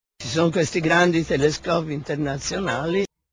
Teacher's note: In toscano anche la T quasi sparisce quando si trova tra due vocali.